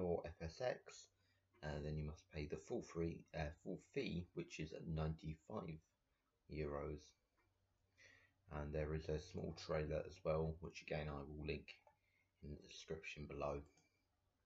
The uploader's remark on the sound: I apologies now about the audio quality I still need to set up a place to record!